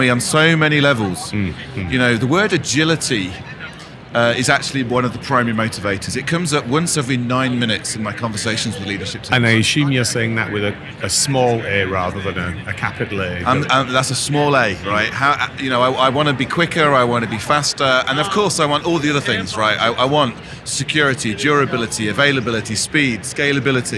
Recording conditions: busy venue